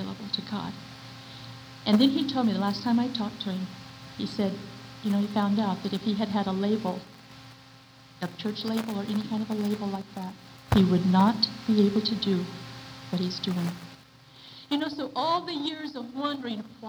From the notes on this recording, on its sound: Please forgive the sound quality of this old cassette!